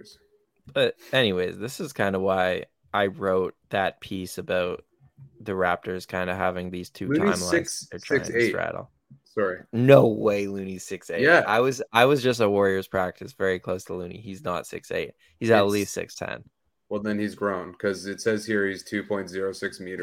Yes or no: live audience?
no